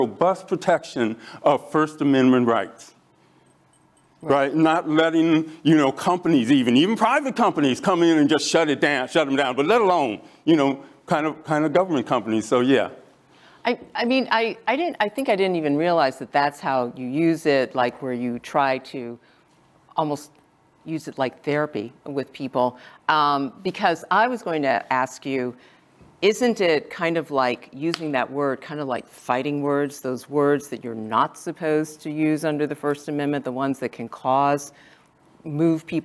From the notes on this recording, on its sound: Zócalo Public Square. Live from the ASU California Center.